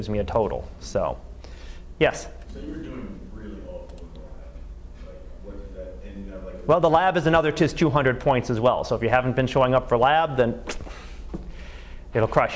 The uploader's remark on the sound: Live Class Lecture